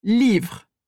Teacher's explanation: Lembrando, claro, que a gente não fala livre, nem livre. A gente não pronuncia o E do final, por isso tem livre